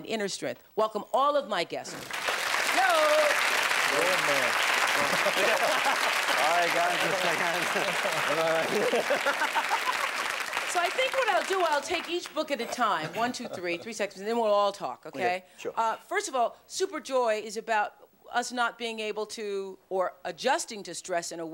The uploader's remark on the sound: The experts respond to audience members’ questions